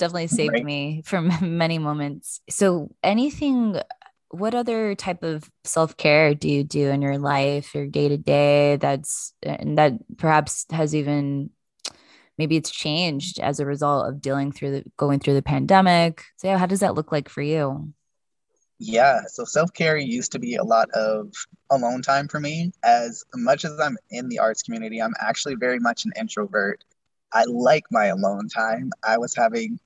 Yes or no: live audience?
no